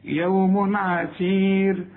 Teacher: يوم تنوين وبعده عين، العين من حروف الإظهار ما تغنش، يوم عسير، وشوف الراء وقفت عليها ازاي، قبلها ياء، كل راء قبلها ياء اقف عليها بالترقيق عند الوقف.